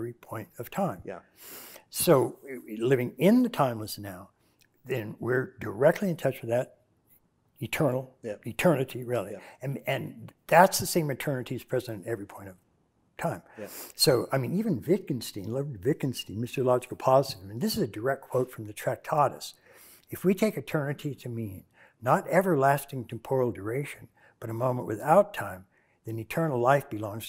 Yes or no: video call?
no